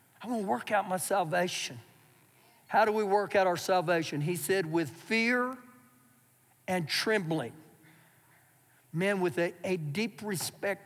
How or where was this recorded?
large echoing room